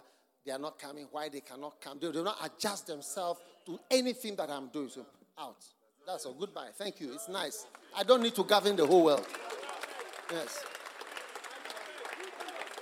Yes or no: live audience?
yes